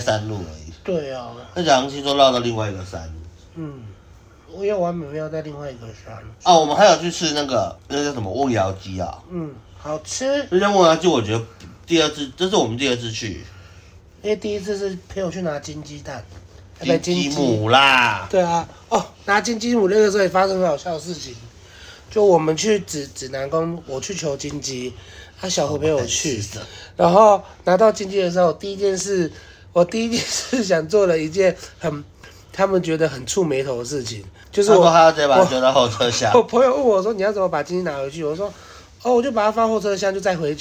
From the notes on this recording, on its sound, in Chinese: 第一次在外面錄音